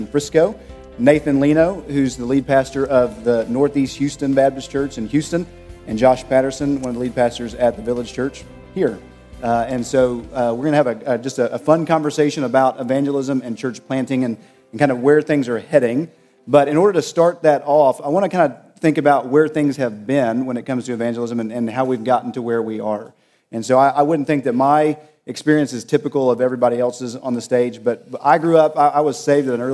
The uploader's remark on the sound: at the Southern Baptist Convention Pre-Conference in Dallas, Texas, on June 9, 2018